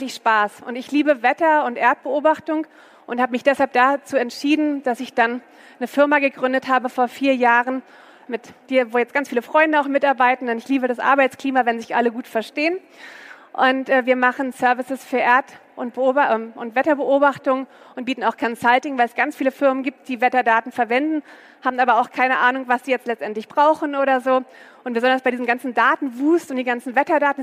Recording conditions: busy venue